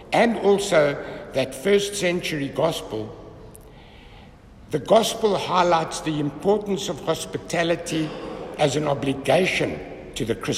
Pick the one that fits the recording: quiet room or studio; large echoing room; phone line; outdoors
large echoing room